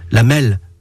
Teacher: on roulait le R, ce qui le rend très proche d'un L, d'où la mêle.